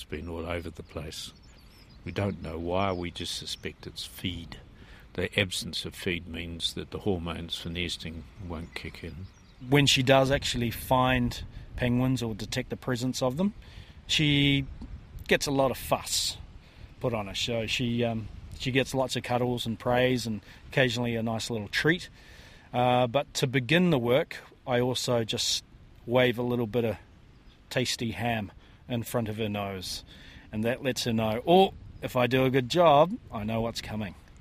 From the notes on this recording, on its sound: on a little penguin search in Wellington